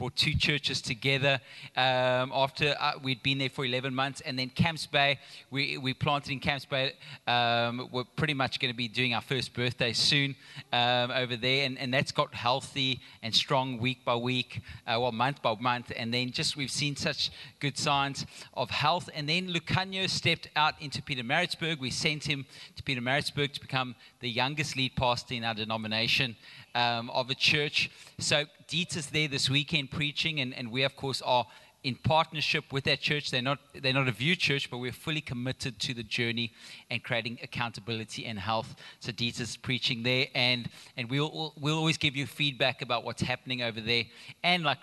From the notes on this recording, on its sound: Recorded live on Sunday the 18th September 2022